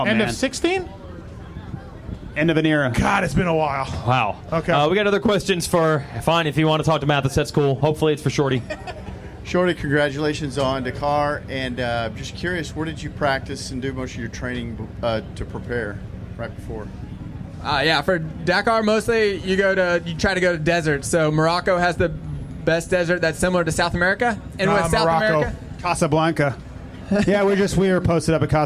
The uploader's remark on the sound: Fly Racing Dallas SX Pit Party Show. Recorded last Saturday in Dallas. At the Fly Hospitality rig.